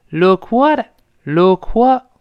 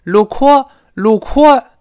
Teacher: 这个 k 没有失去爆破，它是非常轻的跟这个 what 连到一块儿了。 · Shown in: first take · Term: 连读